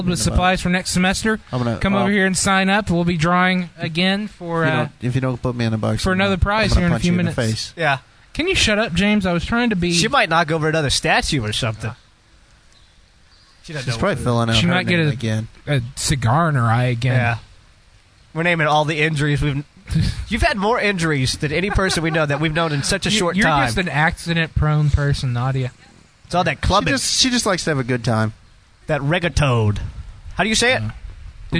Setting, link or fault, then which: setting, busy venue